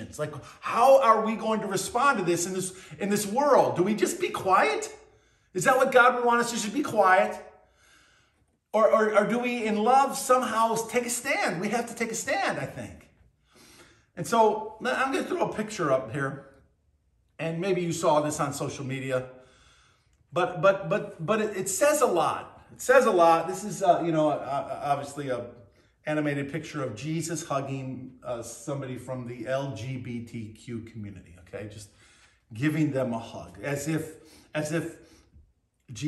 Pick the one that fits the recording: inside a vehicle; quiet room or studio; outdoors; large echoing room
large echoing room